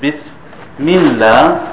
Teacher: It is thin when there is a kasra before it, such as Bismillah.